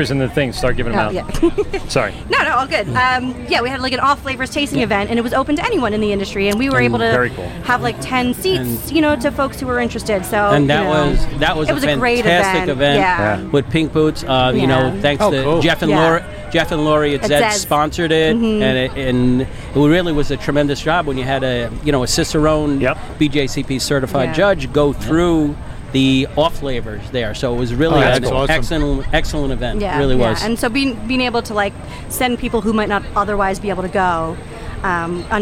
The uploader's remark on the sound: LIVE ACBEERFEST pt.1